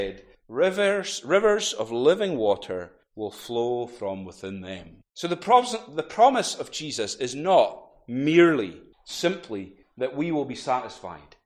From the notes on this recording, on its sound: recorded at North Harris Free Church on Sunday, 18th June 2023